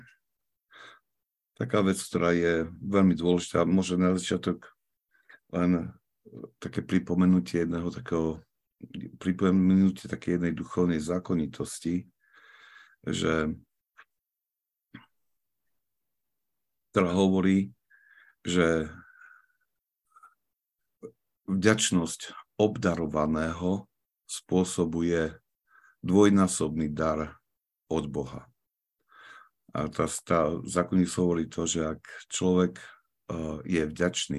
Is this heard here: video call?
yes